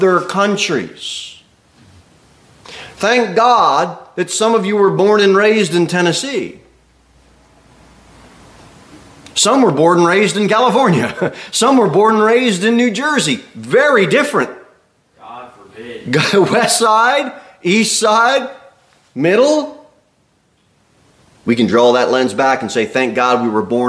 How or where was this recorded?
large echoing room